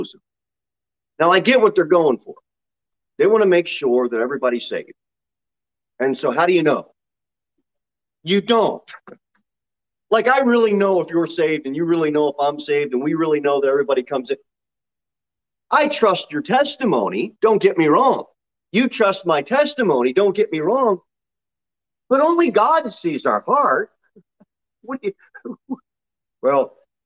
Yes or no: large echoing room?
yes